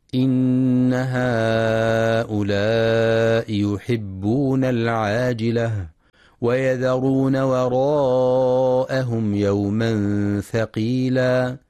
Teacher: في كلمة وراءهم ينتبه القارئ لترقيق الواو والهمزة وعدم تفخيمهما، فلا يقرأ وراءهم بتفخيم الواو والهمزة.